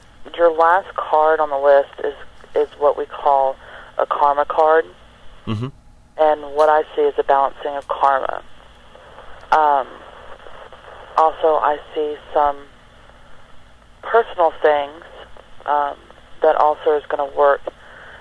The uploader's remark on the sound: RBCP's Personal Prank Phone Calls Collection